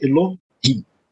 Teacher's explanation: a semivogal ela é muito breve, né, de modo que ela não marca uma sílaba